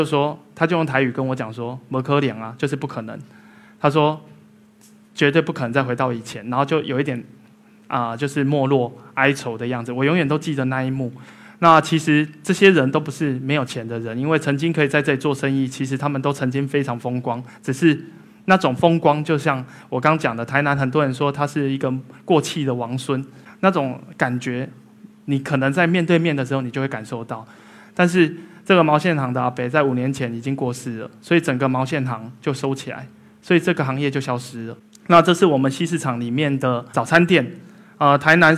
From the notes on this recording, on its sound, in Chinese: 一席现场